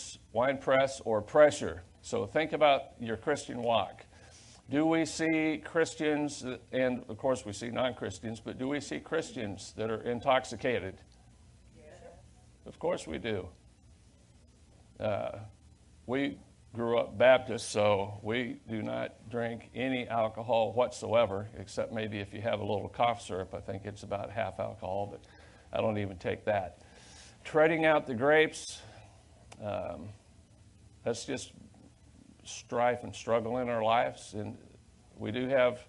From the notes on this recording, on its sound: Sunday Main Service